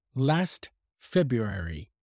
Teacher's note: I would never pronounce the R after the B. So I would not say February, because that's a very difficult consonant cluster.